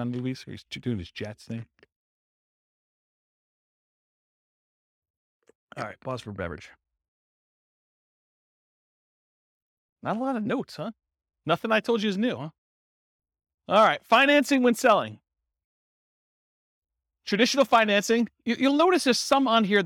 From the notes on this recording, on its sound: This was a live class recorded. Berkeley, California.